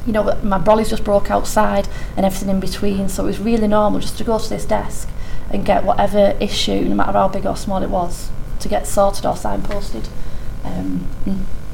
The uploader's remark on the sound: The Northern Mental Health Nursing Qualitative Research Forum. The following session was recorded at their second event on Thursday 13 October 2022.